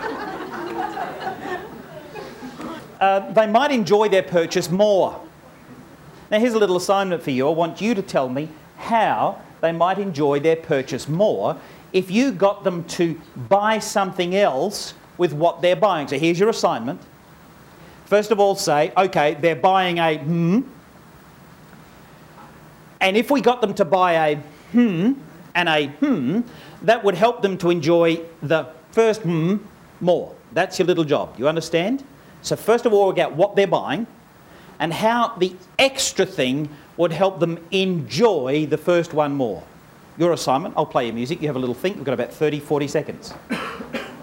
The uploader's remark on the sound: Is the recording of a stage presentation based on the book of the same name.